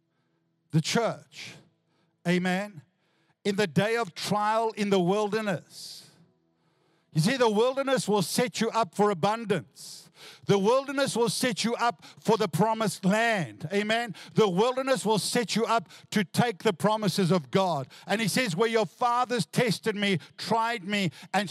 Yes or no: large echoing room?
yes